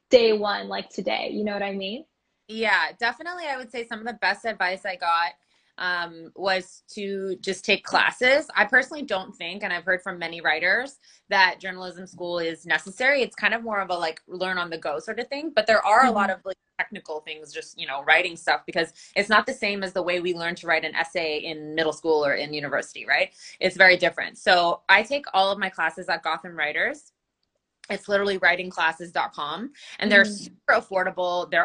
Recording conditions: video call